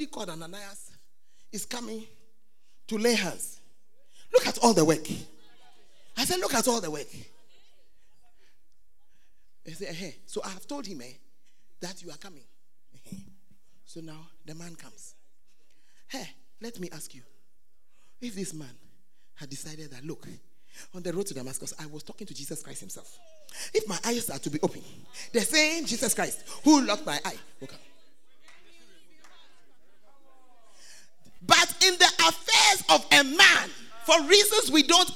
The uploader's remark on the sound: Preached at the Make Yourselves Saviours Of Men Camp 13th to 15th of February 2019 in Mampong, Ghana